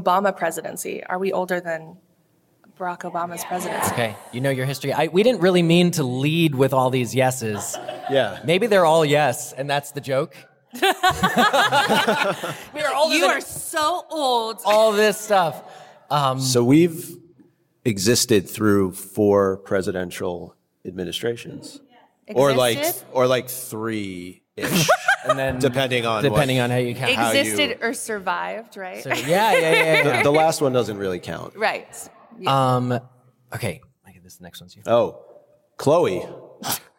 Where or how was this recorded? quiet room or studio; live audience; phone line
live audience